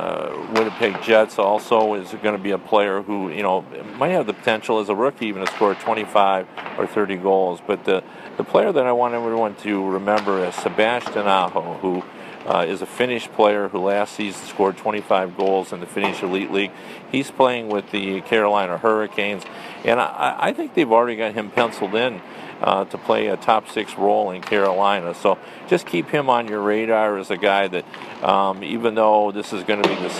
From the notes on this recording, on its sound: records from the World Cup of Hockey in Toronto